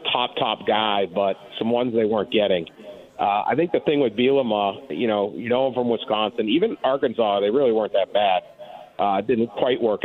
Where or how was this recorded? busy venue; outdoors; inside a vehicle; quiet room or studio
busy venue